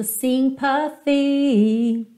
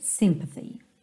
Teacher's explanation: Tem uma melodia aí com três notas praticamente com o mesmo peso. · Shown in: first take · Então, essa palavra acaba soando sympathy, ok?